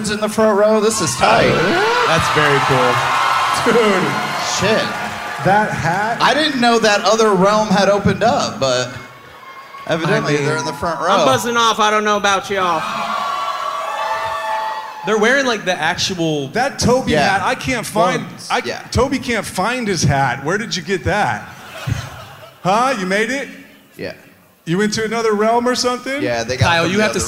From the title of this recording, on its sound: Live From Boston